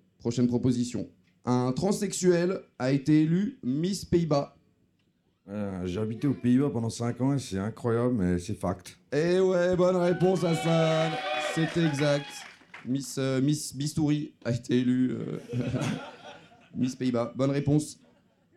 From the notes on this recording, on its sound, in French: Épisode exceptionnel enregistré au Festival de la Réconciliation 2023. Épisode exceptionnel enregistré au Festival de la Réconciliation 2023.